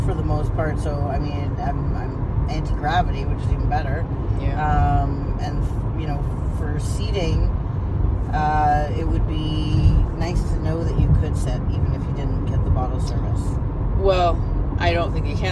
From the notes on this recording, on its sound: Chatting in the car leaving X Club sex club for the first time. Natural girl talk in the car leaving a new sex club (nightclub style).